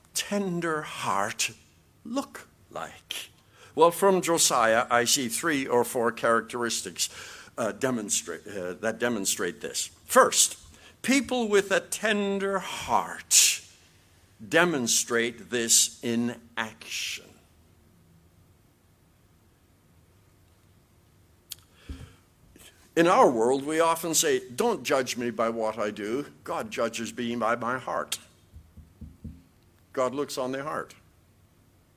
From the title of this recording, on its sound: QTC Chapel Service